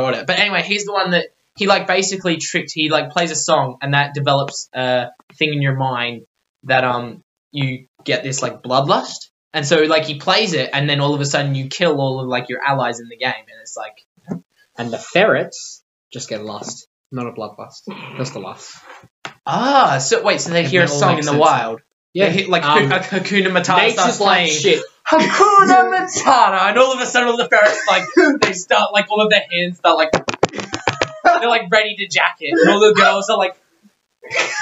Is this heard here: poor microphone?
yes